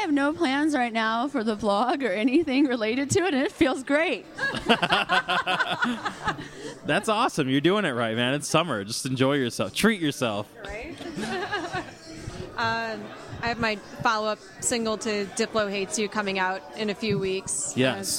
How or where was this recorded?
busy venue